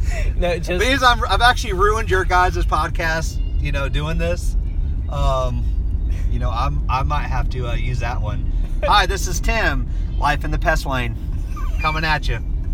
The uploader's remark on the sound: On the road to sunny Orlando Florida and decided to record a roadcast.